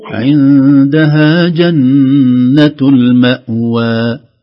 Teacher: الوقف على الألفات المقصورة هذه حاولي ألا يزيد عن المدى الطبيعي